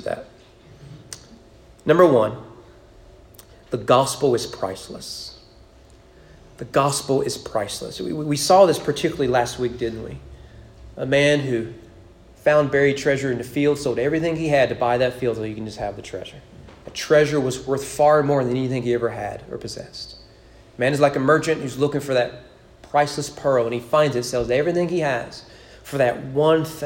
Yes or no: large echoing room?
yes